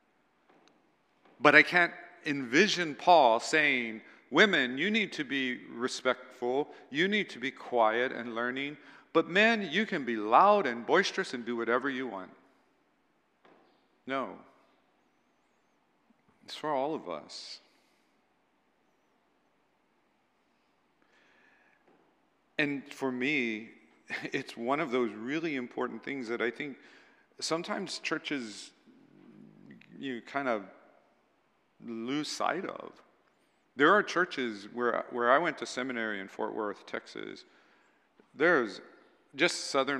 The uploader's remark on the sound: at Waialae Baptist Church